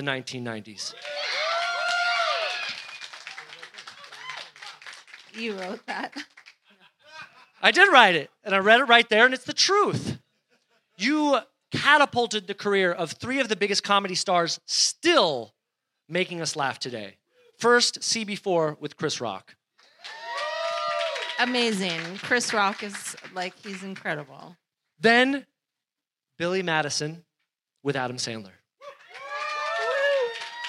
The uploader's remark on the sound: live interview, recorded at the Alamo Cinema, April 29, 2023